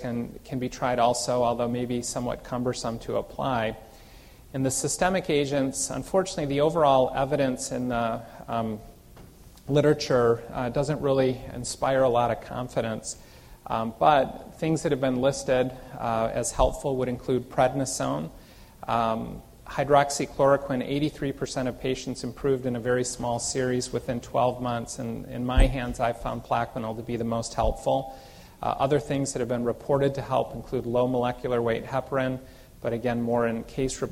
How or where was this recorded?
large echoing room